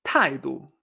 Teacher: Todas estas tienen la entonación papa, ¿eh? que es cuarto y neutro.